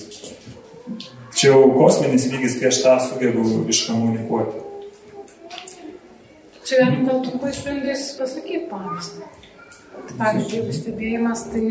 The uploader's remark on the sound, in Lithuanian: Įrašas iš Šeimų festivalio.